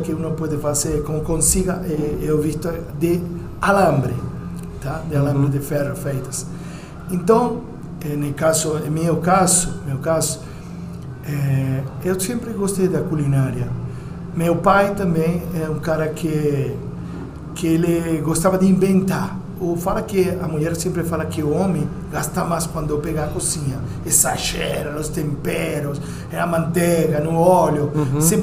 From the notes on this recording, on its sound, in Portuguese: Esse episódio foi gravado dentro do restaurante, com todos os sons e barulhos do momento, e até uma cumbia que você vai conseguir ouvir ao fundo.